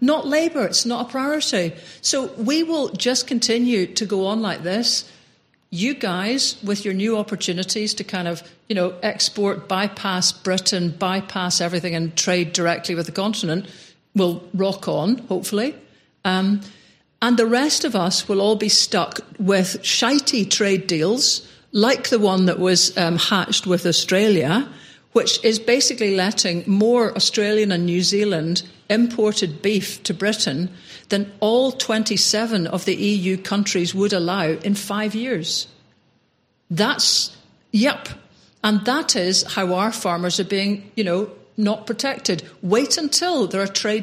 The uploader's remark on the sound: Live at Imagine Belfast Festival-Podcast Special. We were invited over to record an episode of the podcast in front of both a live audience in the Accidental Theatre and on-line. An audience we wanted to join in.